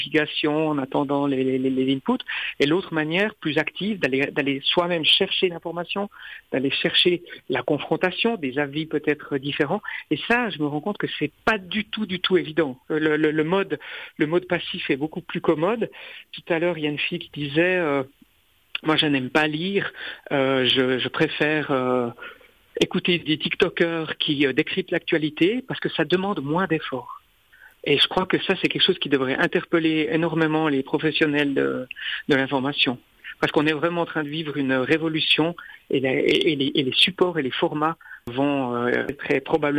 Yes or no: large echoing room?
no